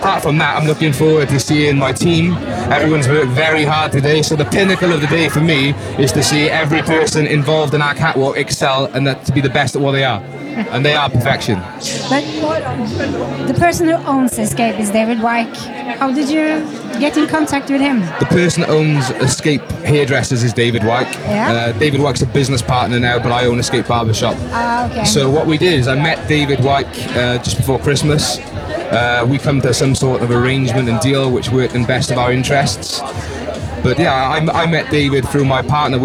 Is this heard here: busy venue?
yes